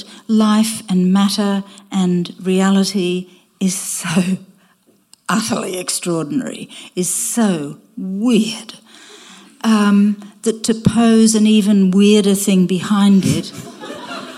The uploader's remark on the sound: Sat down in front of a live audience at The School of Life. Thank you to the School of Life for co-hosting this event with us.